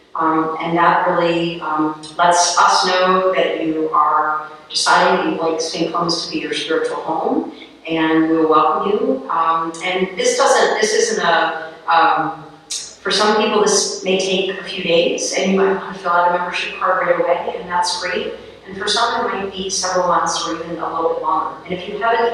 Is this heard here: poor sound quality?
yes